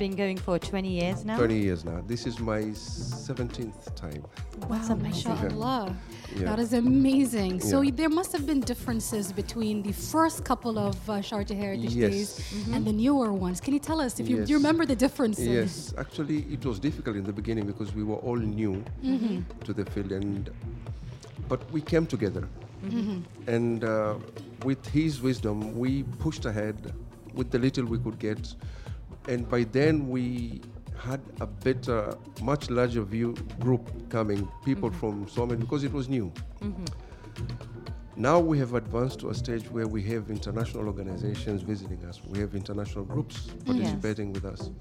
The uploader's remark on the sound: Live from SHD 2023. Sharjah Heritage Days.